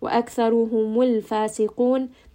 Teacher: را ها and ميم all of them have ضمة so we're going to make sure our lips are rounded and then we end here on a four count مد وأكثرهم الفاسقون and then end here on that four count مد عارض للسكون.